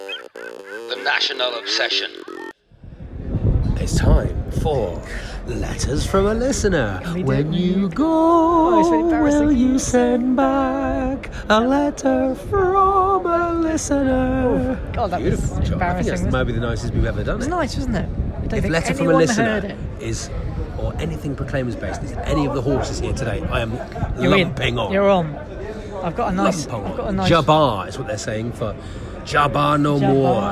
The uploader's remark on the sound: This week we're on the road again. Taking us for a day out at Sutton United, plenty of horsey atmosphere at the Cheltenham Festival.